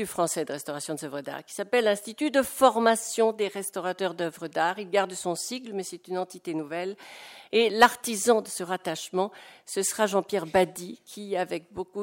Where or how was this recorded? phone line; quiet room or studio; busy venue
busy venue